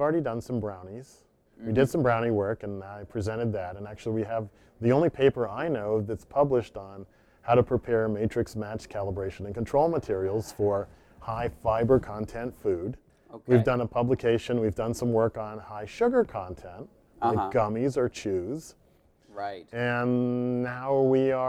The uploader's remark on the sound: This episode was recorded at the America Academy of Forensic Sciences 2018 annual meeting.